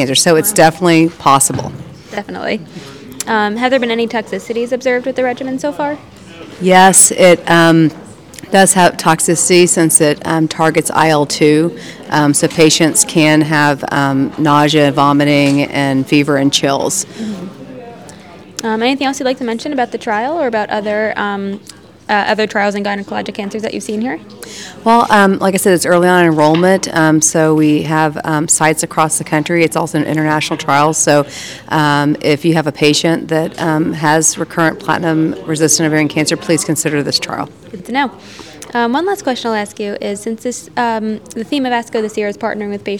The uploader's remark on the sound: live podcast from the 2023 American Society of Clinical Oncology (ASCO) Annual Meeting